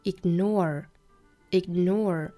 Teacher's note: 美音读成 ignore, ignore,也就是尾部的话呢，会有一个卷舌的